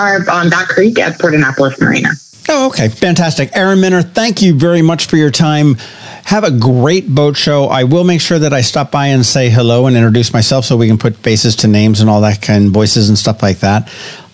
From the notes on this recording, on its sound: We hopped on the phone